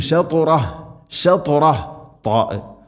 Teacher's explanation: ത ഉച്ചരിക്കുമ്പോൾ നാവിൻ്റെ മധ്യഭാഗം അണ്ണാക്കിലേക്ക് ചേർന്ന് നിൽക്കണം